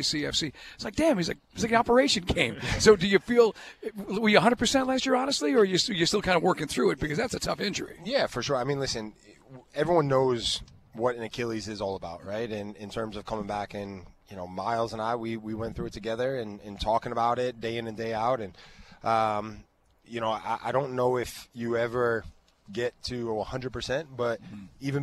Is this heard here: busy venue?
yes